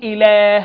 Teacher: إله الناس، خلي بالك من كلمة إله، هتلاقي مرسومة همزة لام هاء، وأنا بنطقها بقول إله، بمد اللام في ألف ملحقة في الضبط